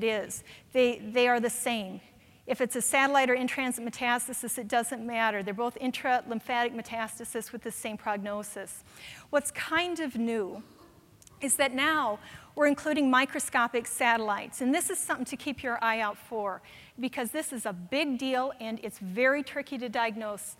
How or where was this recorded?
live audience